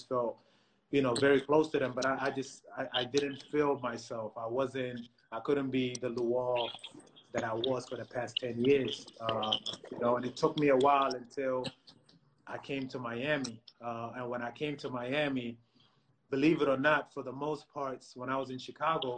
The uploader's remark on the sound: a series of live discussions, hosted on Instagram Live